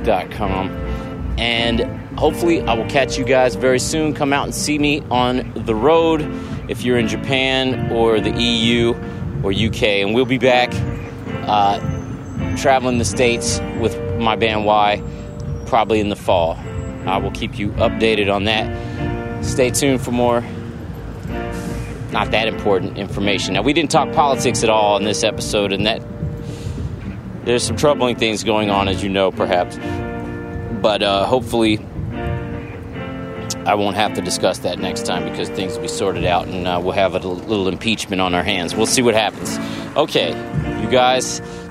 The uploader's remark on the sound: While on tour together. Get together in Boston, backstage at the Sinclair, for a talk.